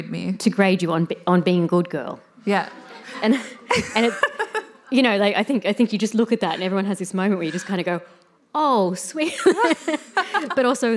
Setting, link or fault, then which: setting, live audience